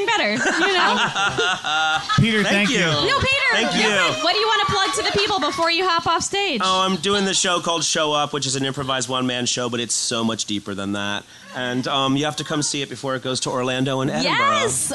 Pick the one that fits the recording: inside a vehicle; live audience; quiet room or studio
live audience